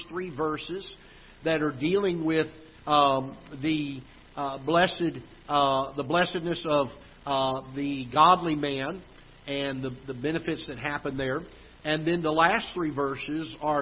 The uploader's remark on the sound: Ketha Heights Baptist Church ~ Live Broadcast